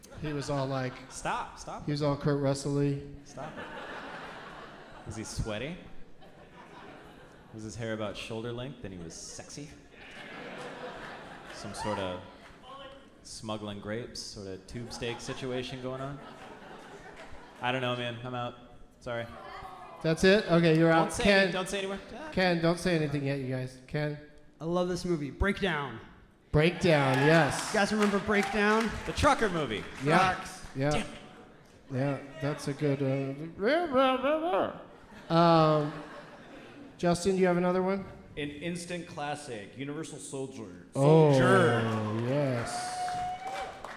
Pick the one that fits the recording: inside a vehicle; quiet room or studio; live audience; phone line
live audience